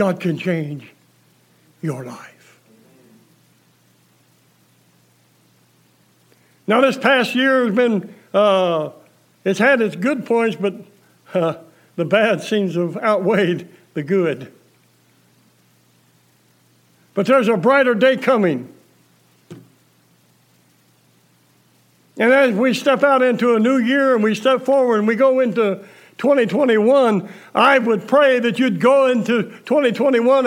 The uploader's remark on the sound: Preached December 27, 2020 at General Baptist Church God's House of Prayer in Fairborn, Ohio